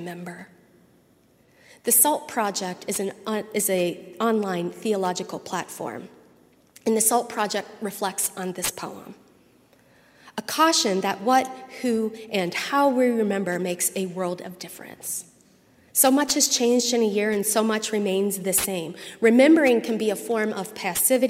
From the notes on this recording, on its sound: at Highland Baptist Church, Louisville, Kentucky